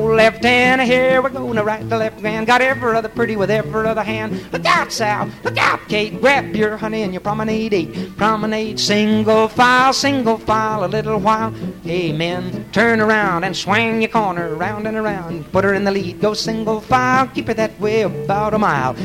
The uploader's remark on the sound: Vintage MWSD Live Dance Recording